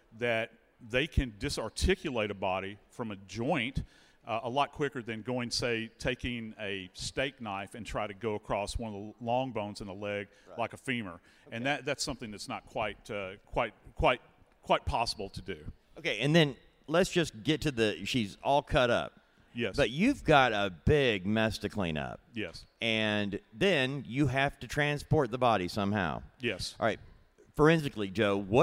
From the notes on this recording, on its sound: Body Bags Live at CrimeCon 2023. In front of a live audience at CrimeCon 2023 in Orlando, Florida.